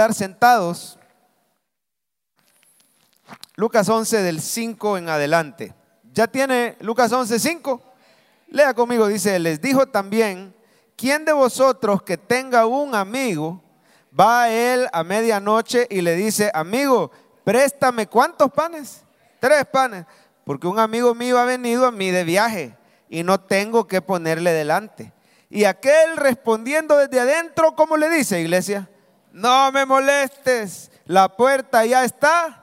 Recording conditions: large echoing room